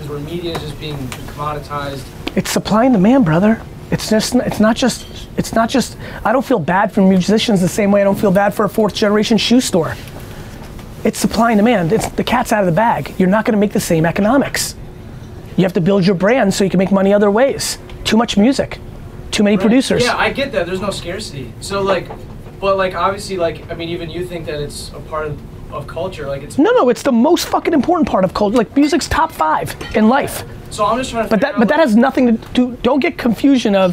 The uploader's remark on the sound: A Live Q&A In an IHOP In Minneapolis